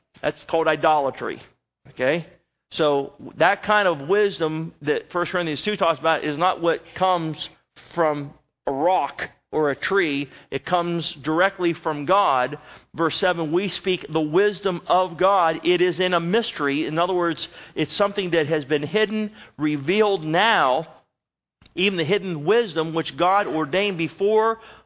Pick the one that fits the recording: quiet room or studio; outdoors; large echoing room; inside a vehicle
large echoing room